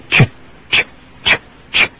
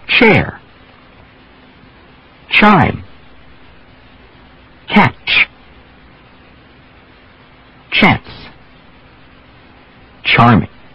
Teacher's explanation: the tongue starts in exactly the same place as it did for sh, but you press it harder and start with a little explosion before the sh continues.